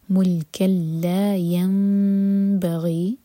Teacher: ملک لا ینبغی نون میم میں چینج ہوا تو یہ ہے اقلاب. تو میم کو ہولڈ کریں گے لیکن ہوٹو کو ٹائٹ بند نہیں کریں گے